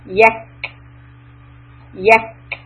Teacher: When you have the calf with the sukoon, you want to do this click sound or letting the air out.